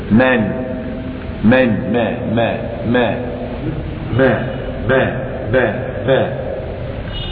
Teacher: فعندما سددت الخيشوم انعدمت الغنة